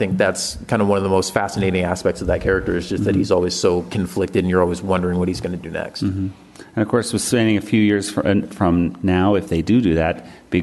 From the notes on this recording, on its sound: Phoenix Comic Fest. Then join the show for their panel from the convention.